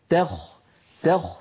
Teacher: ذلك تخفيف من ربكم ورحمة، علينا أن ننتبه إلى ترقيق التاء عند الخاء فلا نقول تخفيف، ذلك تخفيف بسبب مجاورة التاء للخاء، بل نقول تخ تخ فنعطي التاء حقها من الترقيق والخاء حقها من التفخيم